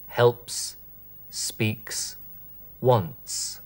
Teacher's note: Ein sogenanntes stimmloses S, ohne Stimmton.